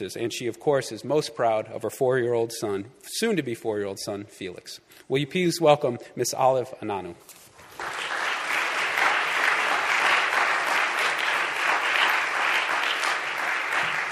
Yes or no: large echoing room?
yes